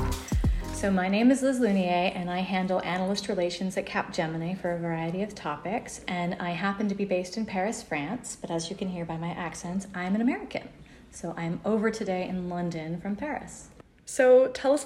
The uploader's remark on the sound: This week we come live from Forrester's CX EMEA conference